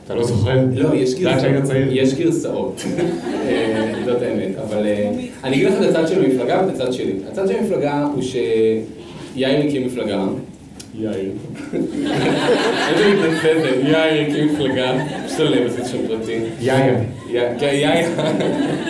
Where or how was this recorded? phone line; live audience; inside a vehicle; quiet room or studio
live audience